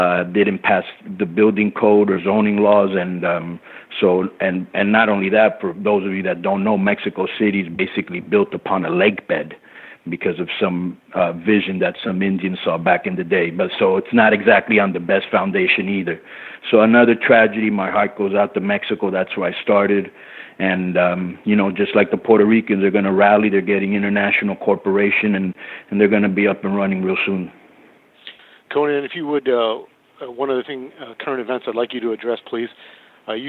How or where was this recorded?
phone line